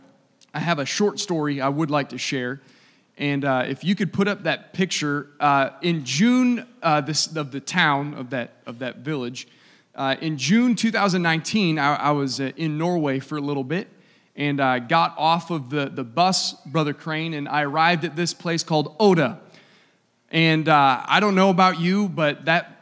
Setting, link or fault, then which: setting, live audience